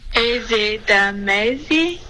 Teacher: 丢了音节，你发的是 is it,应该是 isn't it